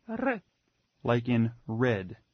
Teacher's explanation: Has to be heavily rolled.